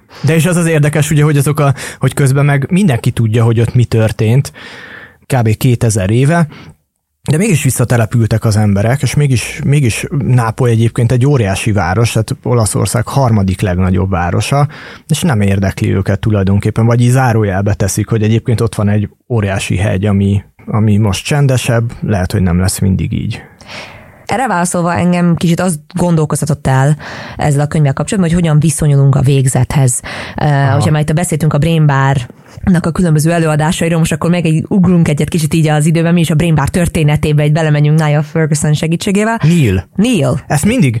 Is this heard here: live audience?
no